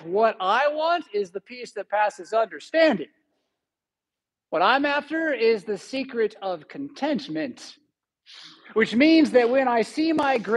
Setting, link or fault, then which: setting, large echoing room